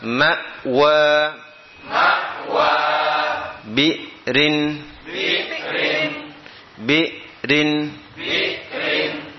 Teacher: Huruf hamzah termasuk huruf syiddah lawan dari rakhawa. Ketika disukun maka suara harus terhenti. Tidak diikuti nafas sebagaimana kaf dan ta. Sebab hamzah bukan huruf hamz, tidak pula diikuti suara pantulan karena bukan huruf qalqalah. · Term: sukun pada hamzah